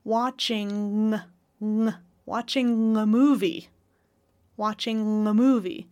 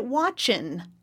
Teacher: linking with an NG with the tongue in the back? Or an N with a tongue in the front?